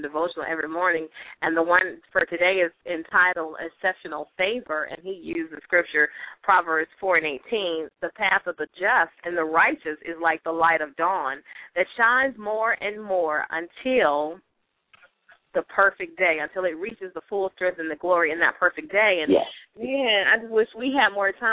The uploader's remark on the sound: LML uses a progressive live call in format.